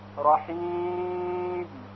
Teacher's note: وقف بر کلمه رحیم که در حالت وقف میتونیم اون رو با مد بخونیم